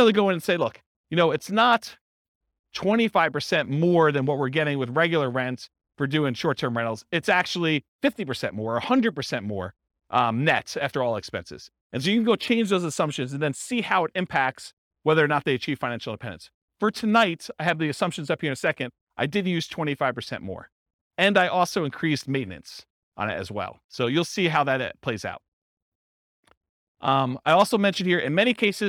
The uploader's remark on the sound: This was a live class recorded